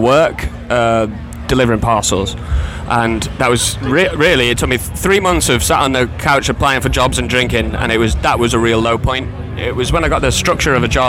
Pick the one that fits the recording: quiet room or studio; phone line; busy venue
busy venue